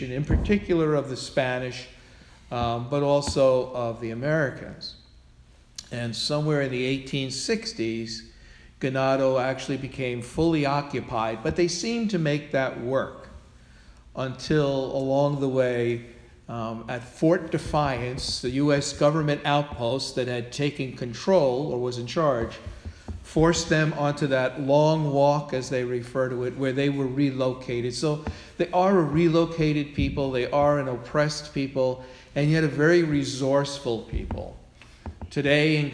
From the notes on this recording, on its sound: Sermon delivered at All Souls Parish Presbyterian Church on Sunday, October 16, 2016